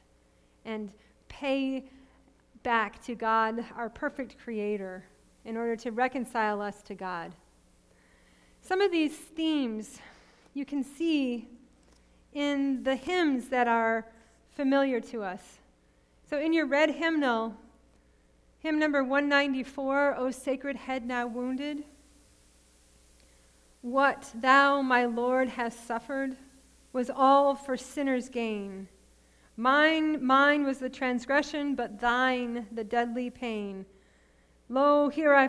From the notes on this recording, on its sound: Sermon preached at RCHP.